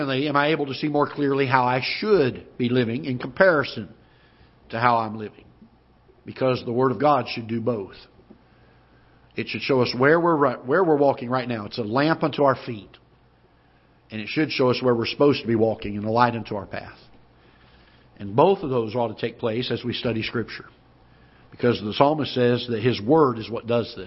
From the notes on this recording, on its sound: Ketha Heights Baptist Church ~ Live Broadcast.